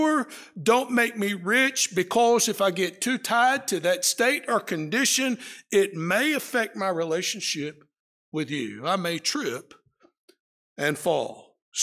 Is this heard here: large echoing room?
yes